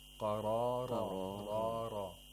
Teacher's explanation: So be careful that you don't apply too much tafkhim when pronouncing ra.